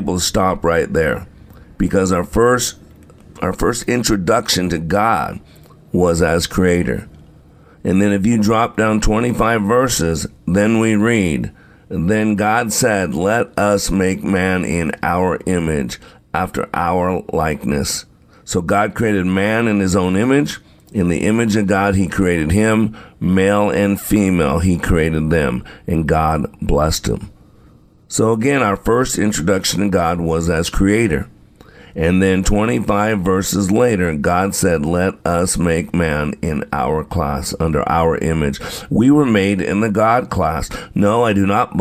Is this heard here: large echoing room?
no